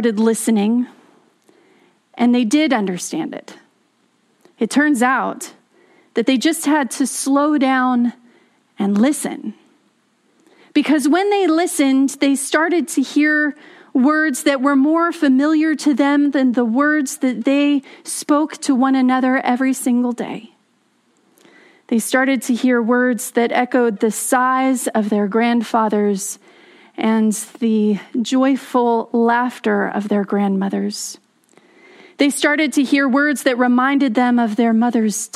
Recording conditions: large echoing room